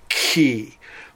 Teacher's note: the aspirated form of the palatal is ki. That's where you blow a little more air out. Ki. They come together under certain circumstances in Greek in a unique way, and we'll see that as we go through the language.